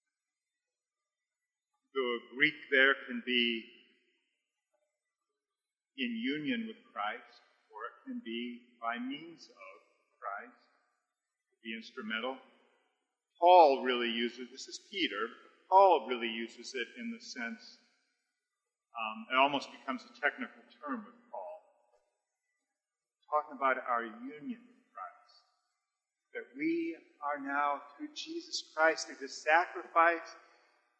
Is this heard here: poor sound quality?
yes